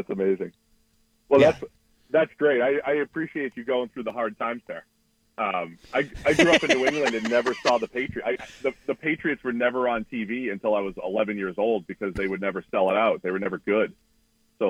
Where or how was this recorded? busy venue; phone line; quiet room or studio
phone line